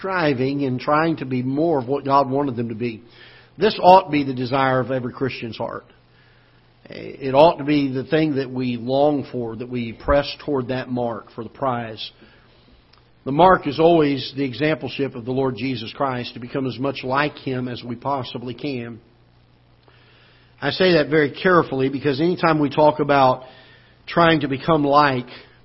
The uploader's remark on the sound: Ketha Heights Baptist Church ~ Live Broadcast